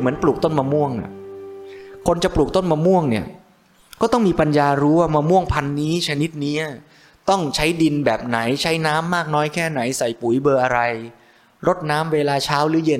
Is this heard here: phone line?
no